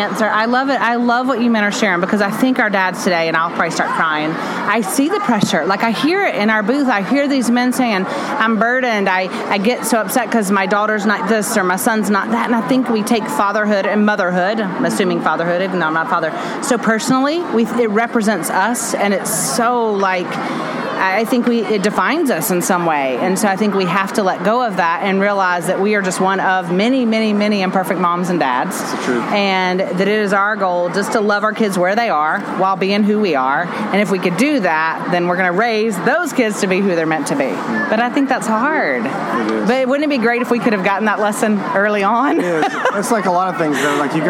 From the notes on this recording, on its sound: Since we are at the GHC conference in California, I decided to walk around and chat with some of the men that are here